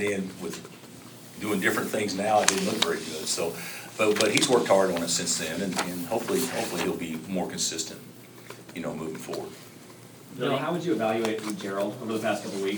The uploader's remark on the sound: Press Conferences & Post-Game Interviews